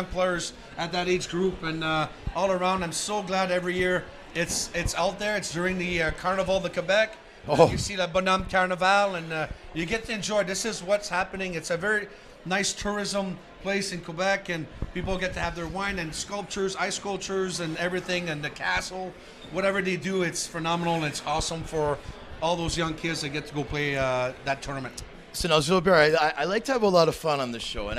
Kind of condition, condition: setting, busy venue